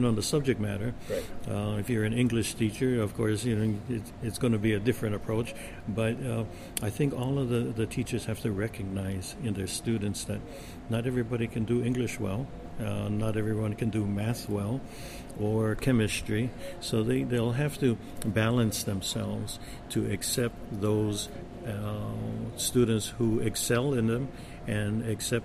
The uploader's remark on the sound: Joins Ka Piko Podcast from the He Au Honua indigenous education conference on Maui.